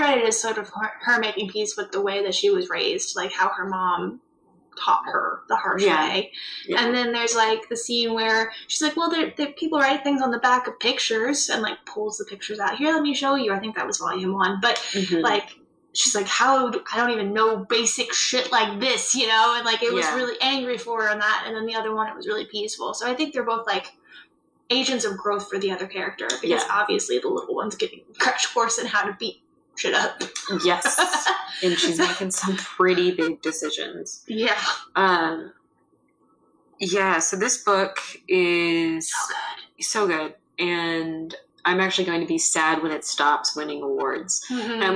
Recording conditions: poor sound quality